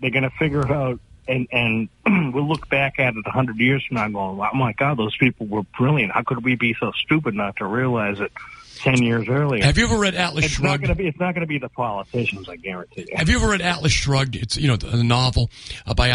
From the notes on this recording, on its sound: take calls from the audience